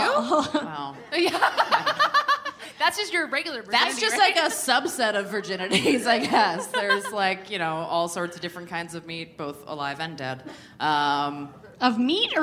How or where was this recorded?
live audience